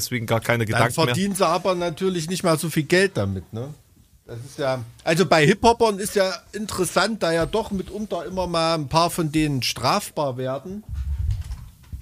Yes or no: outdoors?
no